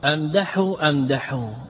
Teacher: لما بين الحاء والهاء من تنافر لتقارب المخرجين